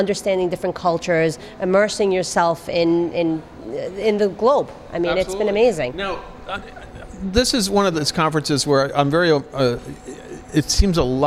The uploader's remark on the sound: At the Embark Immersion conference at the NIZUC Resort and Spa in Cancun.